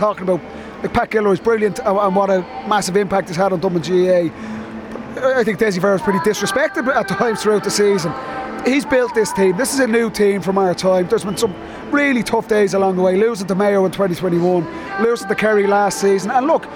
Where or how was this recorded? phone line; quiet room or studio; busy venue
busy venue